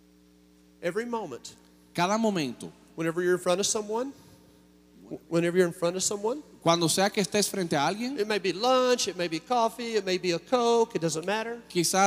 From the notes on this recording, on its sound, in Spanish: Mensaje grabado en Iglesia Cristiana, Santo Domingo, República Dominicana.